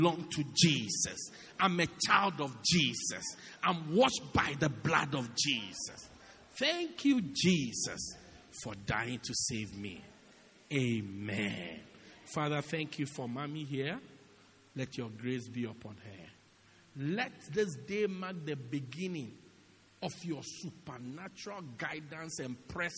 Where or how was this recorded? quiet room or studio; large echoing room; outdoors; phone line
large echoing room